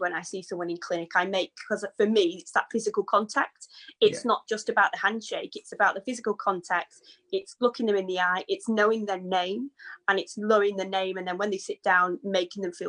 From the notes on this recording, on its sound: In the Covid-19 Therapist group .